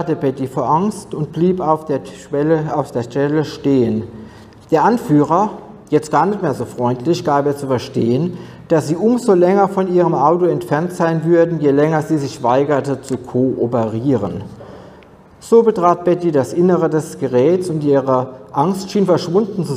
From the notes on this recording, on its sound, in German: Aufzeichnung des Vortrags auf der ALIEN.DE Konferenz am 19.08.2023 in Frankfurt am Main.